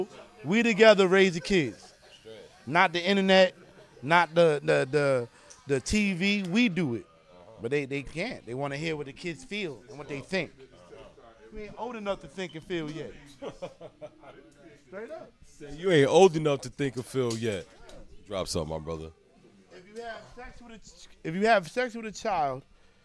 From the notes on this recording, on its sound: This episode of The biGGz Show was recorded at Guerreros Barbershop located Sand Lake Rd Suite 14, Altamonte Springs, FL 32714.